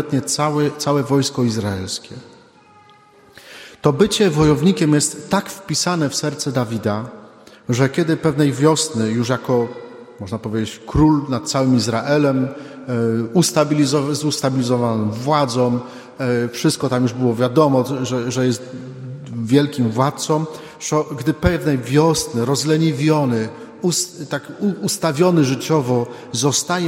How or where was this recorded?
large echoing room